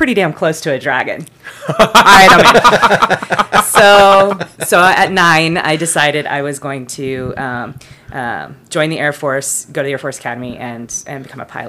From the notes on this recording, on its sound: (*This episode was recorded live at LibertyCon 2023).